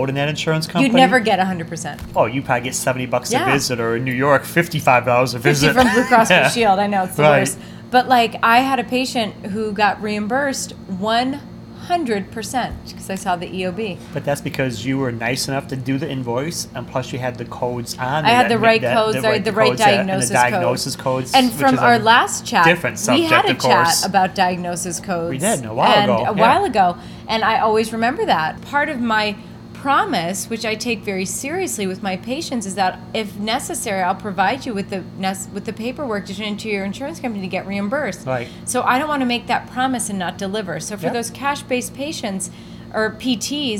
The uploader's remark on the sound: LIVE from the Ascend Conference in Washington DC